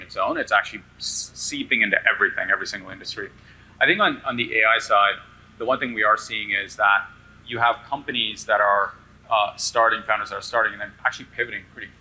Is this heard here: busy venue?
yes